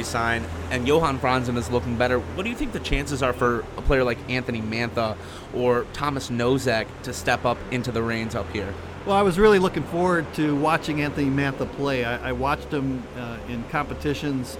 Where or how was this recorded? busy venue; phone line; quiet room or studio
busy venue